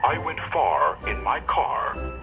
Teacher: For a British accent, send the sound forward in your mouth and drop your R's. For example, I went far in my car would be I went far in my car.